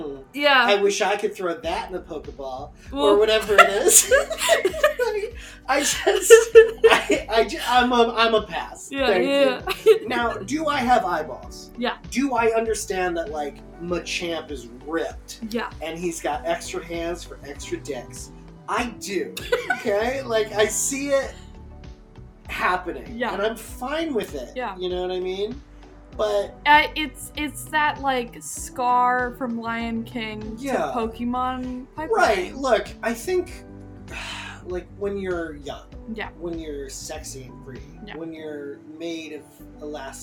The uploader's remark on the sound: Just finished editing this due to microphone troubles galore. EDIT: I take full responsibility for how icky the audio balance is. Audio reuploaded better now.